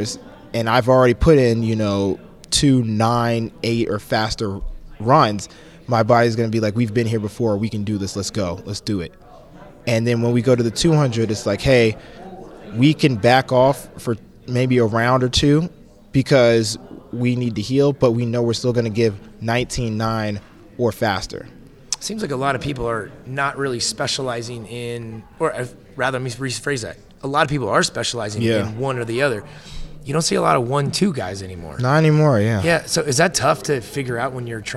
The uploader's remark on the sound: live from Caesars Palace in Las Vegas